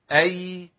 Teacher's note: هنلاقي ان الياء حرف مجهور، يعني يمشيش فيه النفس ابدا، استحاله تمشي فيه النفس.